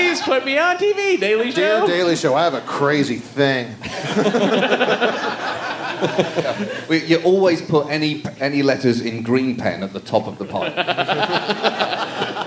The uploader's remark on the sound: Recorded in front of a live audience at SxSW.